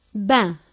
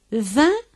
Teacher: Il faut faire la différence entre B, bilabial, V, labiodental. · Term: oppositions BV